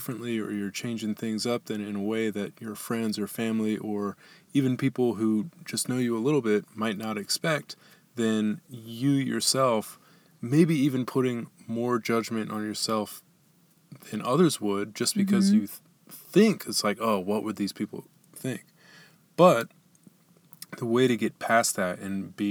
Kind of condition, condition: setting, inside a vehicle